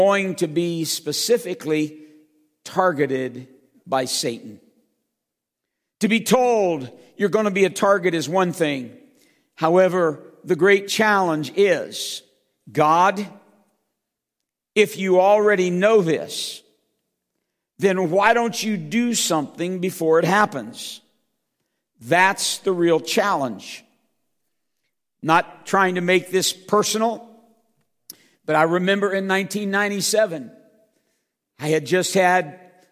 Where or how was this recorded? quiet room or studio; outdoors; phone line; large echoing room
large echoing room